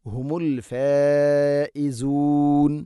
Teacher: മദ്ദിൻ്റെ അക്ഷരമായ അലിഫിന് ശേഷം ഹംസ അതേ പദത്തിലാണ്. നാലോ അഞ്ചോ ഹർക്കത്തിൻ്റെ ഖദറിൽ നിർബന്ധമായിട്ടും നീട്ടണം. ഹുമുൽ ഫായിസൂൻ, ഇങ്ങനെ അവസാനത്തിൽ മദ് ആയിരുന്നു സുക്കൂനാണ്. · Term: മദ് മുത്തസിൽ